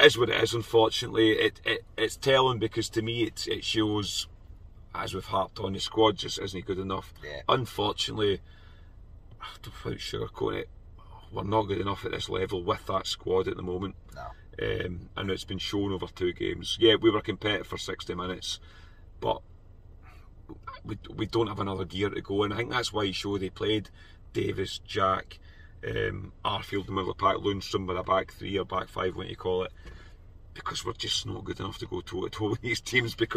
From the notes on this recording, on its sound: From the car after leaving Ibrox.